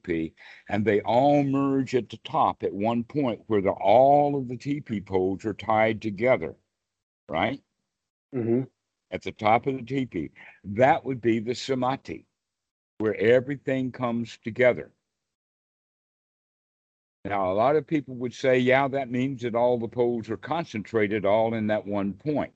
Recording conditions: video call